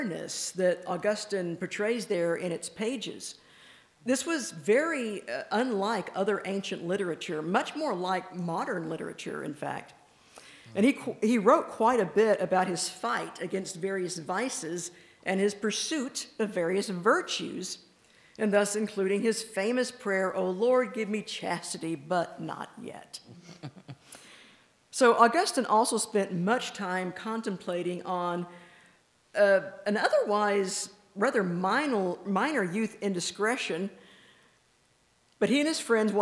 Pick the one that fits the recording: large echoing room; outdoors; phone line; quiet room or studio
large echoing room